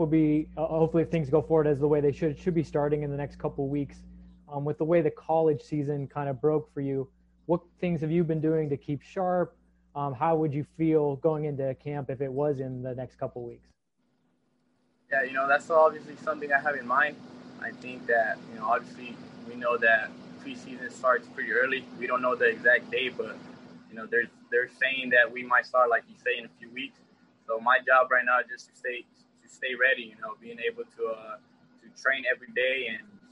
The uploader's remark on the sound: Press Call after MLS Super Draft.